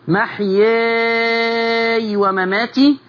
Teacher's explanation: تمدي ستة مع التقليل